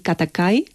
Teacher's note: Katakai tiene unos sonidos oclusivos muy fuertes, muy cortantes